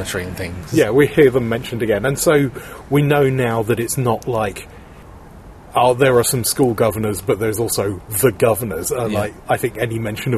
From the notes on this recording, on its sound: This episode of EHPodcast does feature a rare bit of outside broadcast. Our carefully cultivated music bed only lasts half the episode.